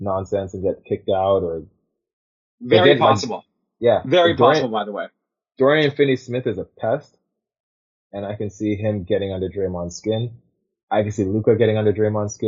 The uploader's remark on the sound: We apologize for any audio issues. We are trying out new software.